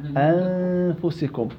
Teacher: الاخفاء في النون تذهب النون وتبقى غنة النون. انفسكم ظلت غنة النون والفم عند المخرج بتخفي عنده.